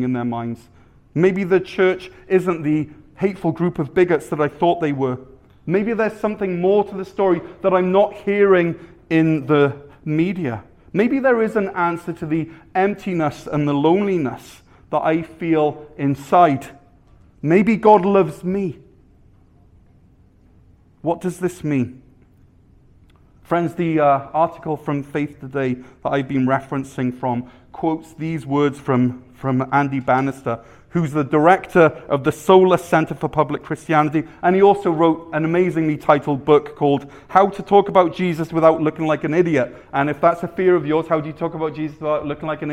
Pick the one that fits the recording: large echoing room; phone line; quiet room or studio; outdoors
large echoing room